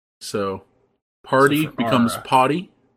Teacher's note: R-lessness, the R gets dropped out of words. So party becomes potty.